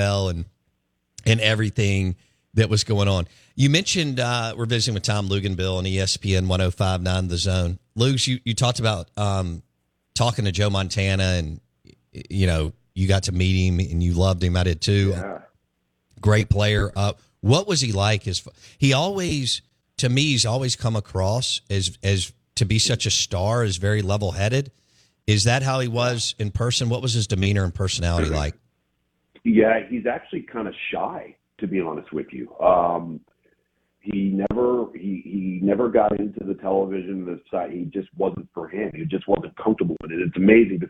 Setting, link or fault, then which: link, phone line